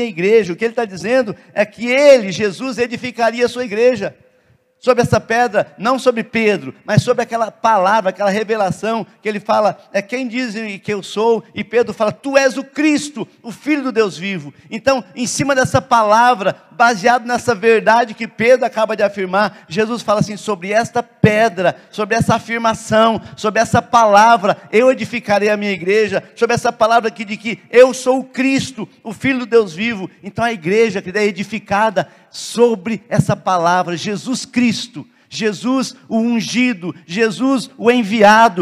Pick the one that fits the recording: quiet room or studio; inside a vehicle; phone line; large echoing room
large echoing room